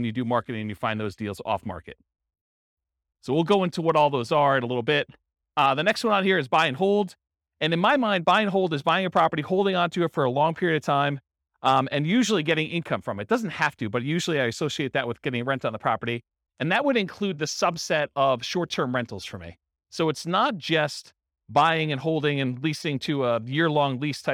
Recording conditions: live audience